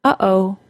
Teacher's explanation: The glottal stop is the sound in the middle of the word uh-oh. It is kind of a non-sound sound.